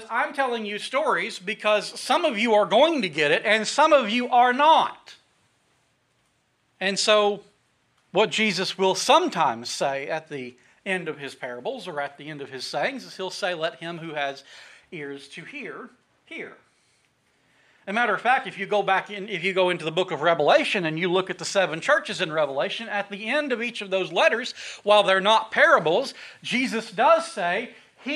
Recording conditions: large echoing room